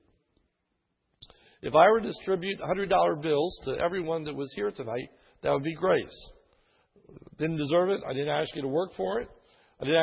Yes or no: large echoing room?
yes